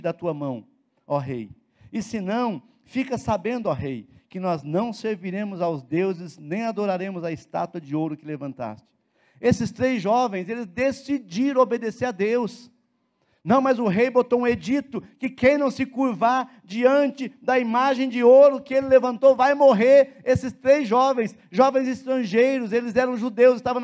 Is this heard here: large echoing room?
yes